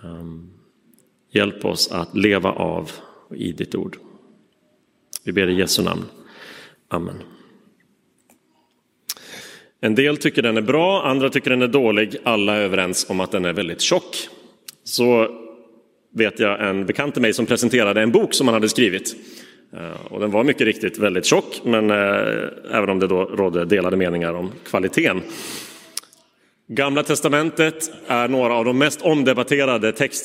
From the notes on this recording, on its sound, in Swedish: Inspelad i Roseniuskyrkan.